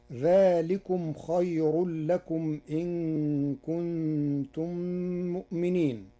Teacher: قرأ ورش كلمة خير بترقيق الراء وصلا ووقفا لوقوع الراء بعد ياء ساكنة